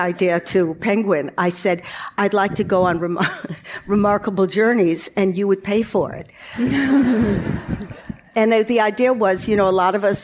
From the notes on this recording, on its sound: Recorded live on stage in London. Behind the scenes at the Postcards From Midlife live show - the first and biggest gathering of midlife women in the UK.